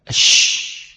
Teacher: انتشار الريح بين اللسان والحنك الأعلى، أش حرف 21، وسميت الشين متفشية لانتشار الريح في الفم عند النطق بها حتى تتصل المخرج الضاد. · Term: التفشي